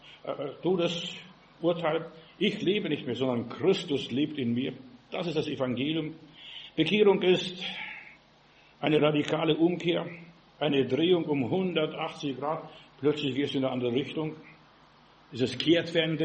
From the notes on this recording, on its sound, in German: im Gemeinde-Zentrum in Berlin aufgenommen